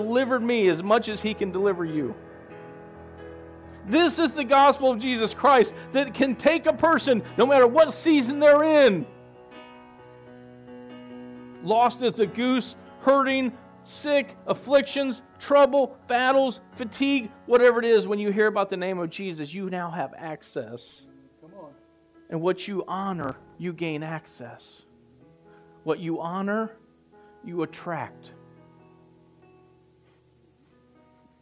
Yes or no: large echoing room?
yes